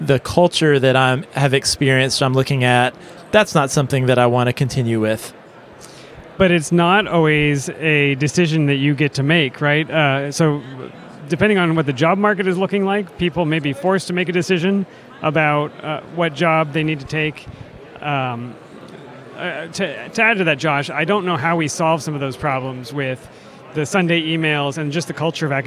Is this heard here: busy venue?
yes